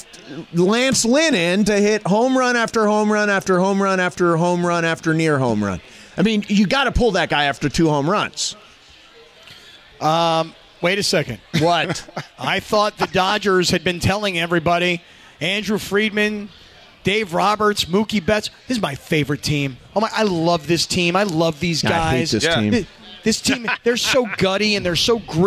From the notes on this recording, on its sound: We are live from The 909 Sports Bar at Yaamava Resort & Casino